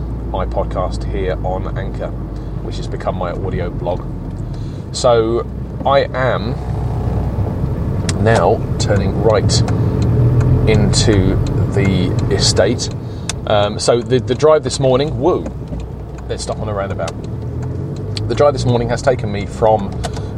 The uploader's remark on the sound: Records an episode across his entire commute into work. I'm recording this episode, in my car, on a Samsung Galaxy A5 with a Neewer lavalier microphone. Attached to my jacket, recording using the Auphonic Edit Android app. Post-recording, I also ran the audio recorded using AuphonicEdit to the Auphonic website for levelling.